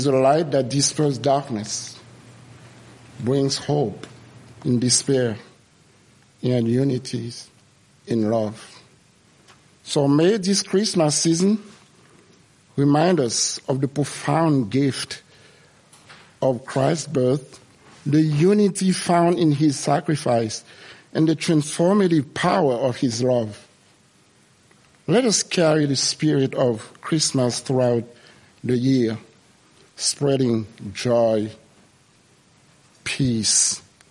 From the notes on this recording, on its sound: First Congregational Church of Clinton, MA -- Christmas Eve Service